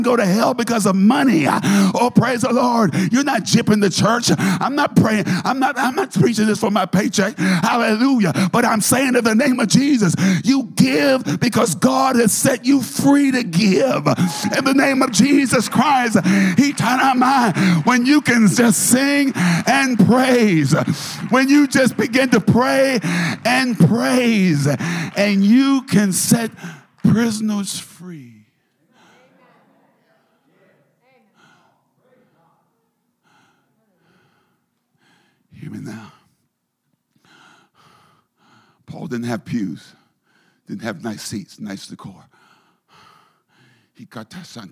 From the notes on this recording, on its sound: a service recording from Connect Point UPC